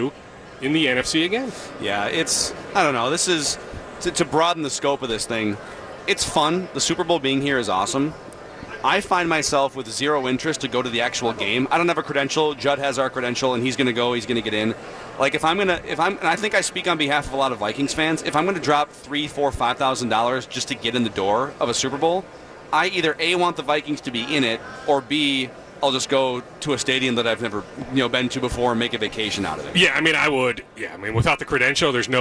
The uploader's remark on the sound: live from Radio Row all week